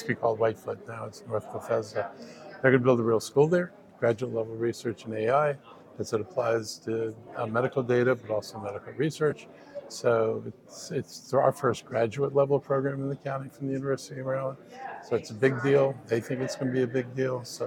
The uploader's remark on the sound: at the Winter Maryland Association of Counties Conference